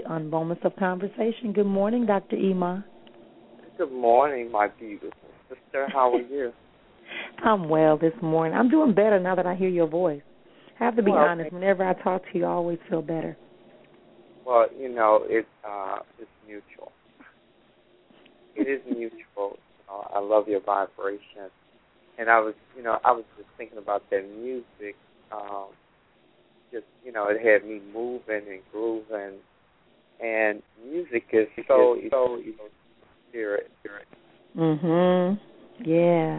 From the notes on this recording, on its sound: callers may call in with questions